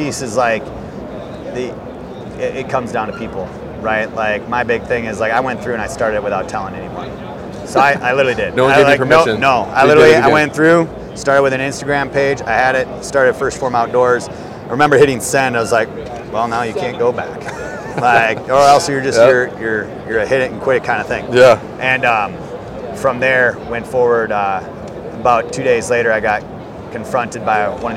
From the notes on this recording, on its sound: LIVE FROM HUNT EXPO VOL. 2. In this second installment from the podcasts I laid down at hunt expo.